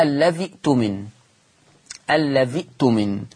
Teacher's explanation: قال لك تبدل الهمزة الساكنة ياء، ياء. ليه؟ قال لك لأن الذال مكسورة